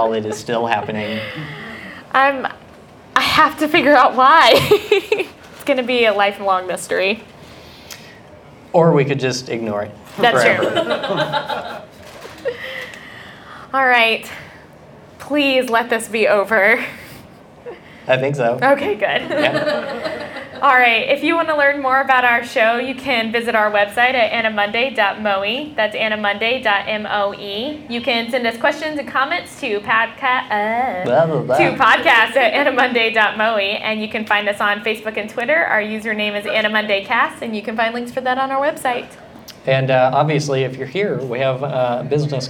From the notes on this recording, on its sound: Live at AnimeCTX in Austin, TX.